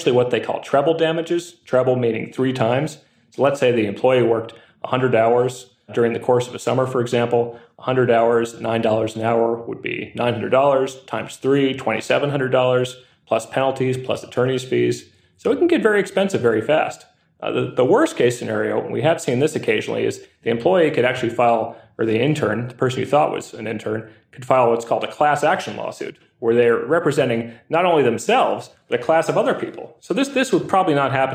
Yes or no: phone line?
no